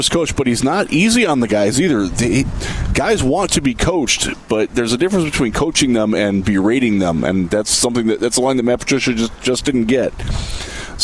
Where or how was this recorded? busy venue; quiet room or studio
busy venue